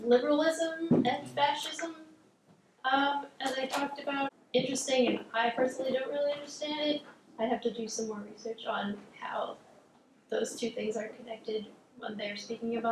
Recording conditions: large echoing room